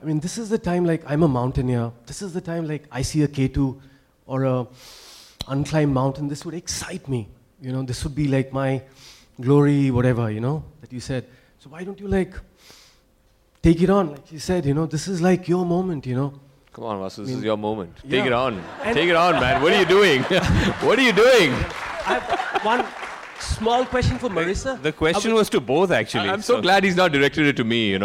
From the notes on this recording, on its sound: At the second edition of Media Rumble